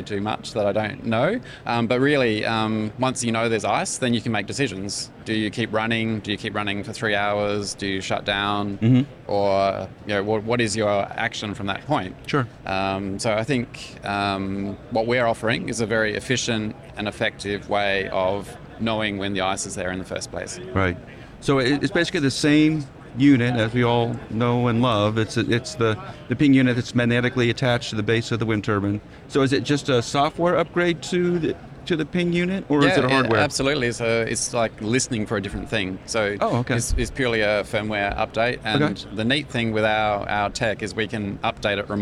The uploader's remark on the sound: Live From American Clean Power 2022. Association's clean power, 2022 conference and exhibition. We're on the show floor.